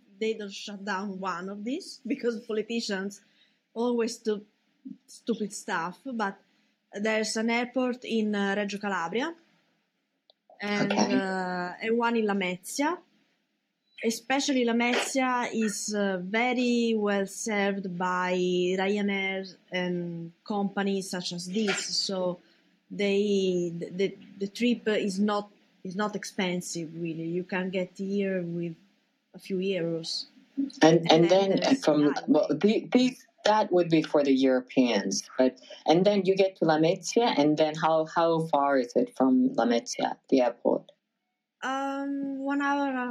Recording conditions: video call